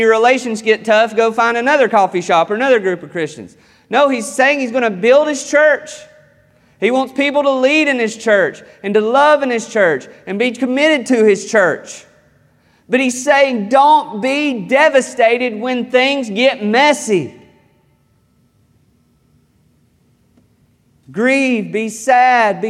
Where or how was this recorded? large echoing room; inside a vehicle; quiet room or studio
large echoing room